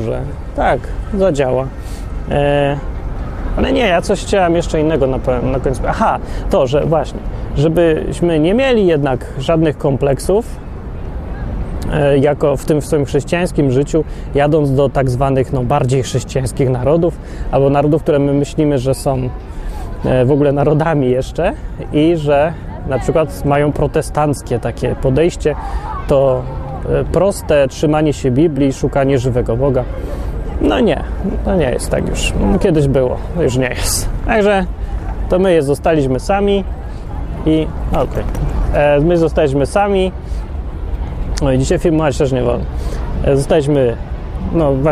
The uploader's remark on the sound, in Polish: Odcinek nagrany w Londynie, podczas łażenia po Hyde Park'u. Można w nim zobaczyć dużo trawy, wiewiórki, kaczki i inne takie.